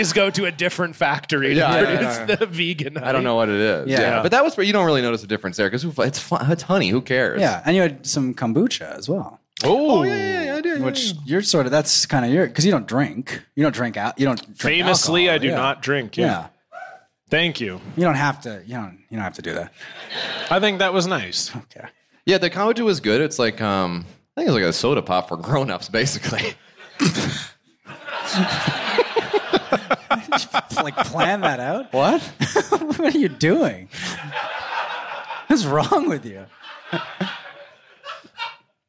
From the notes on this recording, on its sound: On the very first live edition of Blocked Party. In Vancouver for a show in front of 110 of the podcast's finest fans. Having a live audience there.